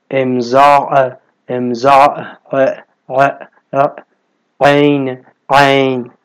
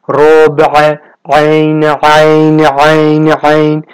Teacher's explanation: قسمتی از حنجره و حفره حلقی در اون لحظه بسته میشه و با بسته شدن اون قسمت صدای عین تولید میشه که اینجا همون مخرج عین هست و با کمی جابجایی تقریبا مخرج تولید تحریر هم هست. · Term: صامت عین